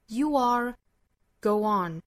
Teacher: 这句话里头的 you are 和 go on 都是要加小小的 w 的发音来连贯两个元音的